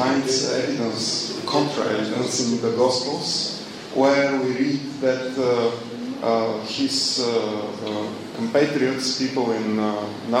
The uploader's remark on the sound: Post lecture Q&A at the Regional Archaeological Museum, Plovdiv, Bulgaria, September 2011.